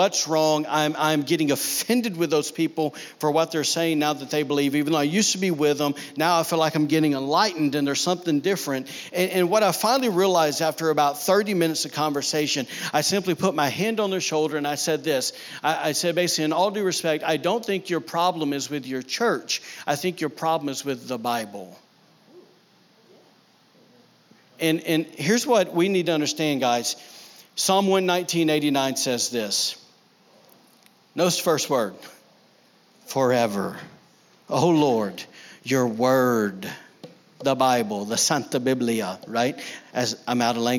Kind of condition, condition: setting, large echoing room